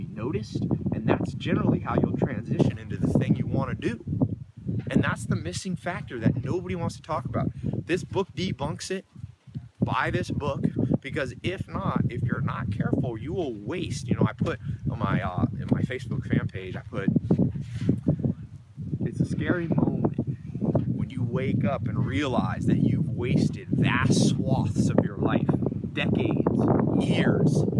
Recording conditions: outdoors